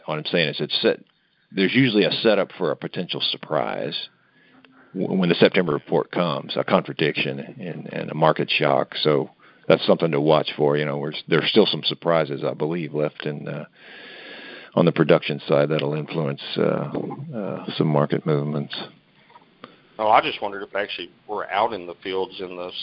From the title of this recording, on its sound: August 2018 Monthly Conference Call